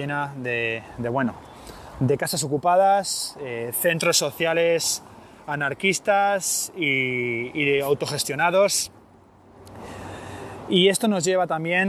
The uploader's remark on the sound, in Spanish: Un nuevo episodio grabado a pie de calle desde otro de los lugares más emblemáticos del Punk-Rock norteamericano. Telegraph Avenue, en Berkeley, California.